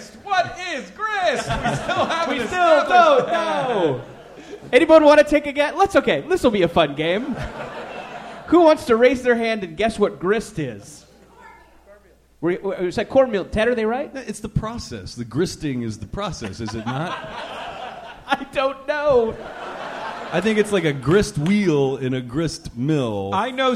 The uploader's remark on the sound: Live from Portland, New York, and Boston, it's PART TWO of The Summer Boys of Summer Tour